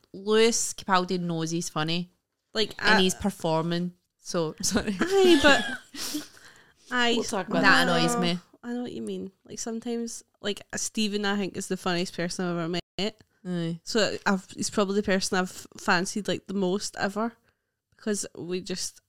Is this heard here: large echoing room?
no